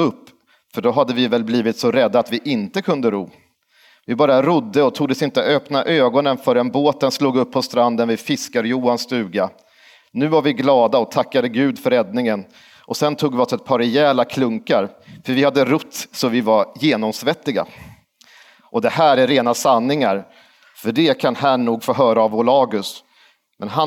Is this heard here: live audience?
yes